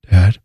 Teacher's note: It's the breathy whispering, because they're tired, they don't want to wake up mom